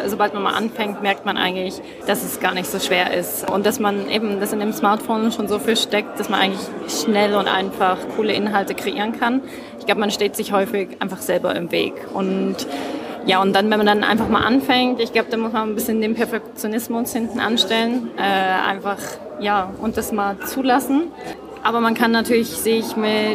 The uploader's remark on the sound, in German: die auf der Campixx 2023 in Berlin aufgenommen wurde